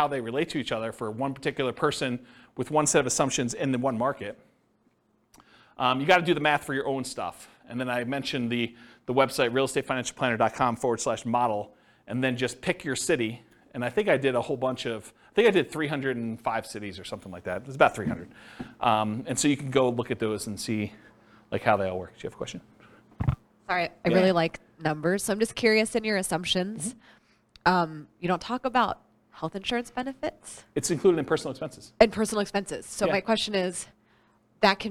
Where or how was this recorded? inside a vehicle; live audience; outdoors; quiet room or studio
live audience